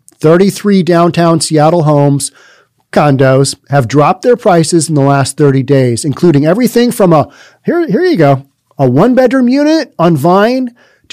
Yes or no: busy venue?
no